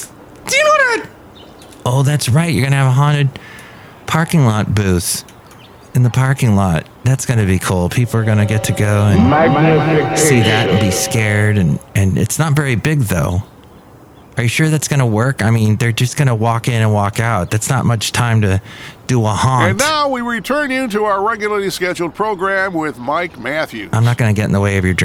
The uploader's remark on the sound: podcasts live from Café Anyway